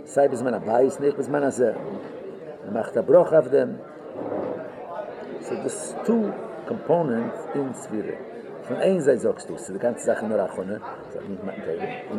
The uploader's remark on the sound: Live Shiur